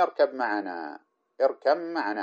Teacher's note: بالإدغام، وبعض القراء قرأ بالإظهار، لكن حتى حفص يدغمها